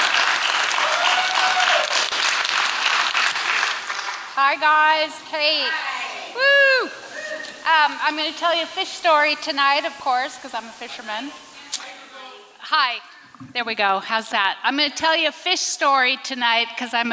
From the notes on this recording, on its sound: recorded at the Liberty Theatre in Astoria, OR